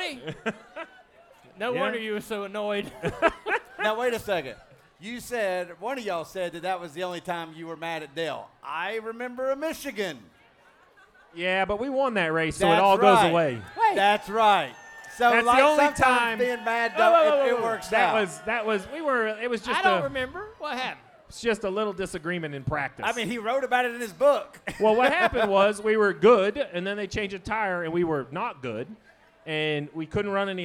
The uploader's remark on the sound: Live from Ole Red on Broadway in Nashville.